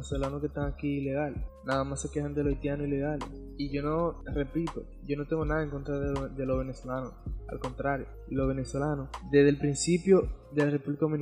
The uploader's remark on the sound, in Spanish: En el audio hay una pequeña estática, asi que no les recomiendo usar audífonos para escucharlo